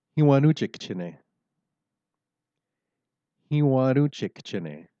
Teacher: the presence of a nasal vowel will make that R sound, it'll sound a lot more like an N